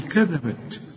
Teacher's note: ما غنش الذال دي وطلع لساني في الذال